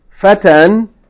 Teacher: In this case, the alif, yani, may not be pronounced, fatan, if it takes tanween.